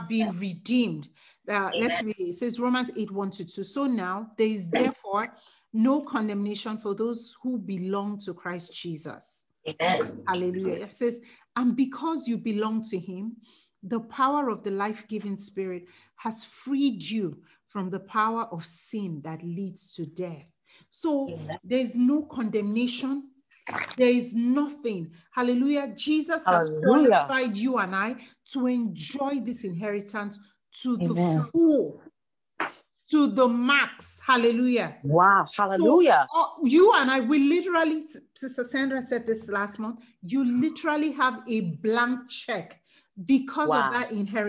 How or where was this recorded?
video call